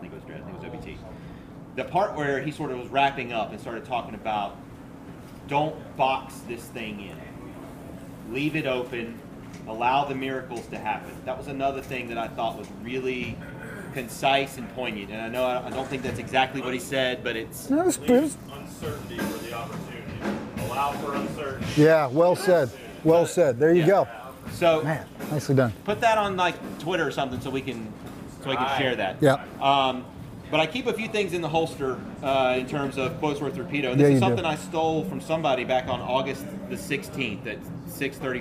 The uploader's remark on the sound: Live from the F3 10-year celebration in Wilmington